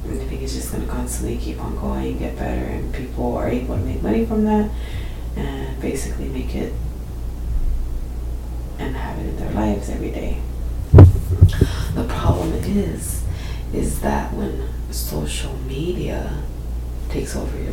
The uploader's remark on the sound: Some static/background noise in this episode.